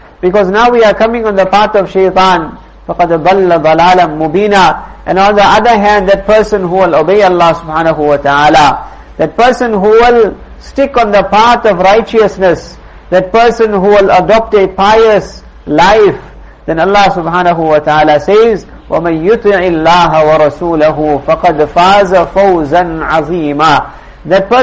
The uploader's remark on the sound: Jumuah lecture at Musalla Musab bin Umayr